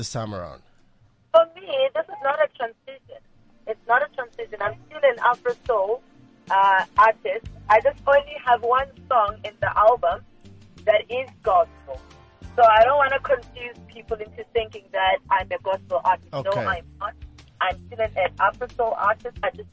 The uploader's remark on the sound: Puts the in-house band on the spot. Via a telephone conversation.